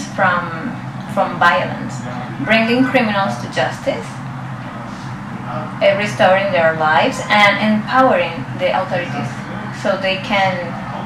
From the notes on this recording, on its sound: On his recent trip to the Dominican Republic, and shares a live recording from the red light district of Santo Domingo.